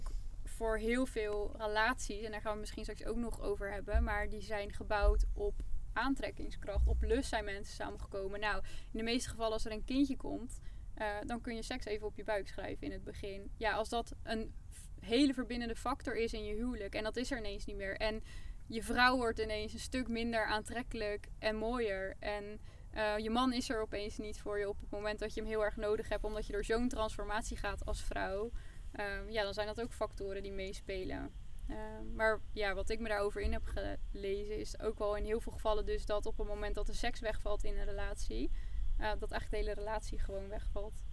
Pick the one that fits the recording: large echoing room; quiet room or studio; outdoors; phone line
outdoors